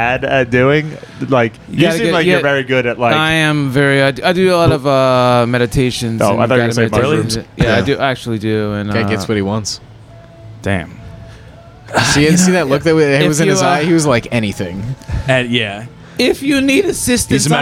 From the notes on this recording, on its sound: This episode was recorded February 8th, 2023 in the green room of The Port Comedy Club.